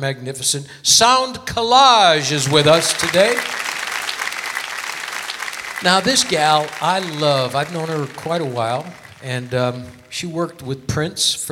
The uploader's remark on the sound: Live at the SouthPoint